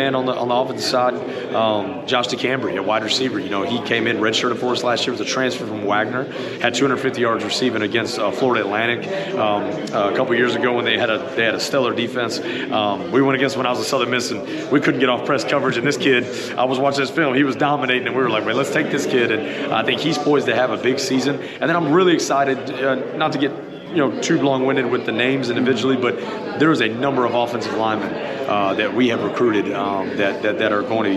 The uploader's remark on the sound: The Bluebloods are live from ASUN Media Day in Atlanta, GA.